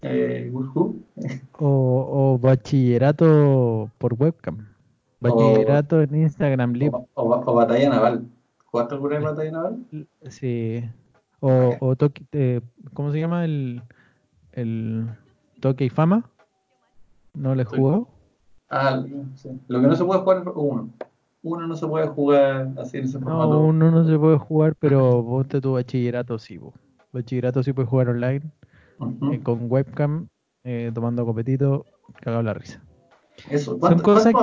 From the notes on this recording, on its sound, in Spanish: Nos pillo la cuarentena y decidimos grabar a través de Skype, por eso es Lo-Fi.